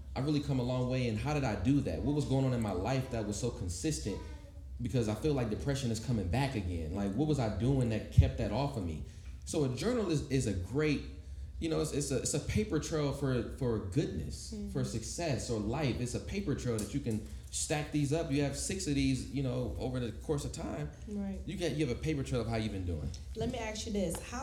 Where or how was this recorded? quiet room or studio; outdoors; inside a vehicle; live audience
live audience